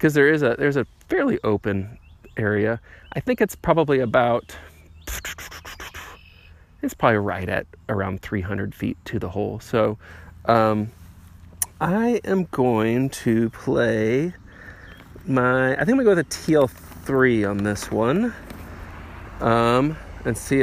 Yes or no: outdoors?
yes